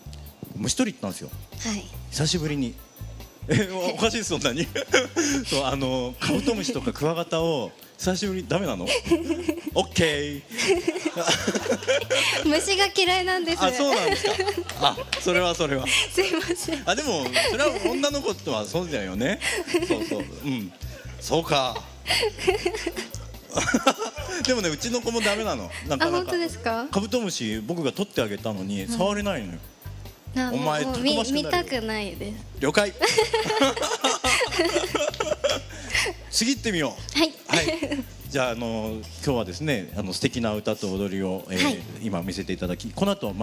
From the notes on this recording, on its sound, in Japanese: 川崎モアーズ屋上ビヤガーデンをお借りしたライブイベントでの公開収録！